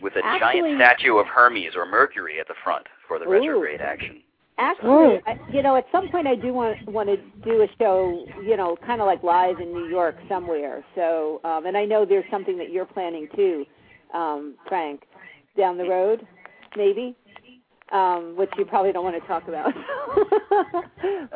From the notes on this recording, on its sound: take calls LIVE on the air